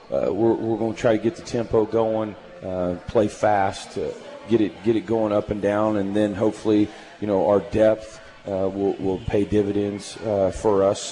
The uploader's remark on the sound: live from AJ's at The Alley in Hutchinson